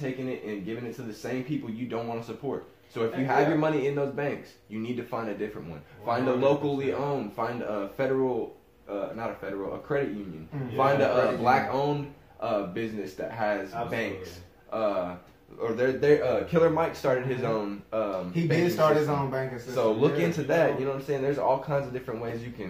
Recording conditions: poor sound quality